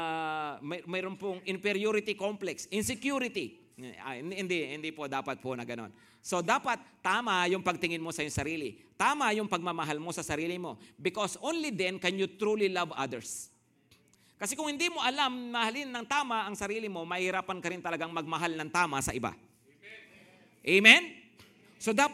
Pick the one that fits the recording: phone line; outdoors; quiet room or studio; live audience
live audience